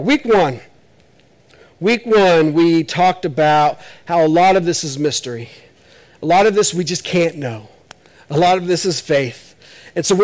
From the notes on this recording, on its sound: This is audio ripped from the Live Service video.